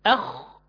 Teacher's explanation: انتهاء الحرف عند الحلق، يبقى يكون مخرج الخاء هو الحلق